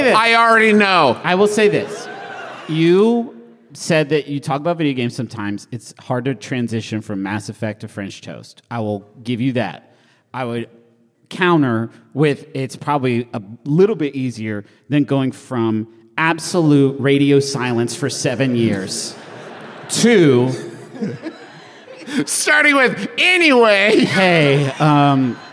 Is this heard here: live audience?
yes